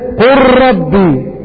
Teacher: فأنت تدغم اللام في الراء · Term: لام الفعل